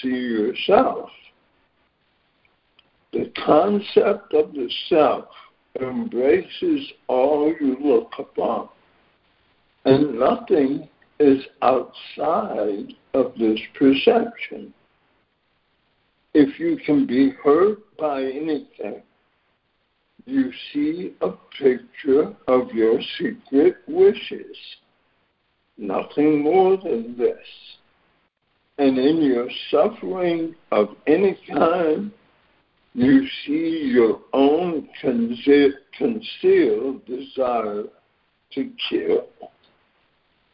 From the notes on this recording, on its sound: ACIM Daily Conference Call